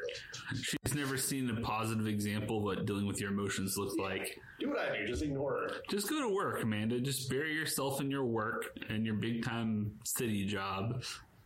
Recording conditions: poor microphone